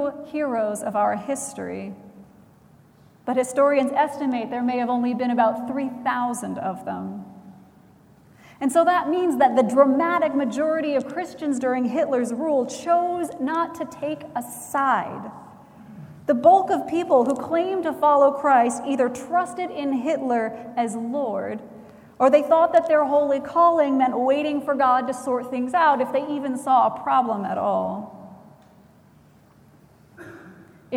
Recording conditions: large echoing room